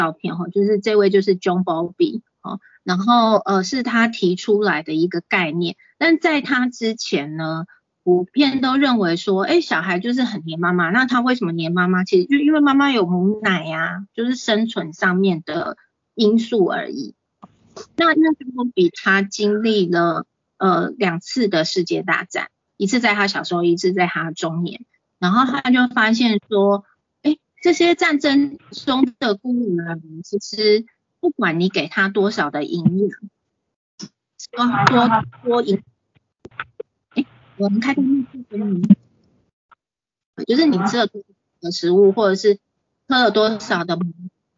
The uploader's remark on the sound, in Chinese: 講座錄音。此為線上課程錄音檔！